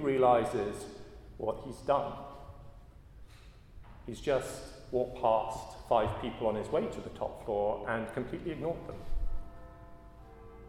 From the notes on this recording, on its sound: at a Christians in Parliament Chapel Service which was held in the Chapel of St Mary Undercroft on Tuesday 12th September 2023